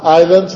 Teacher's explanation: Islands, la S no suena